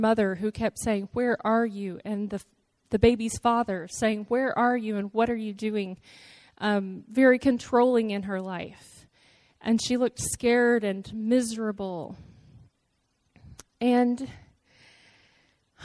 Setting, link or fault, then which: setting, large echoing room